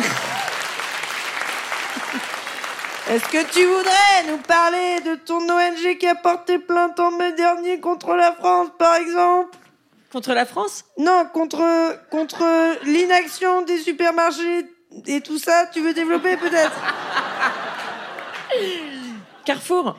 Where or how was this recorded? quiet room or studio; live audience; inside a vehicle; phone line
live audience